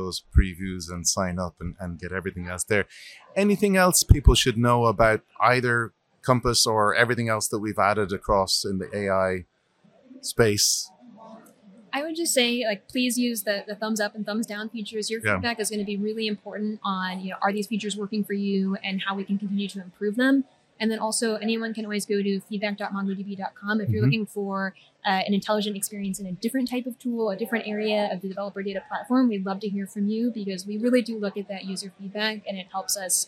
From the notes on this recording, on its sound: Recorded live at the MongoDB .local London conference.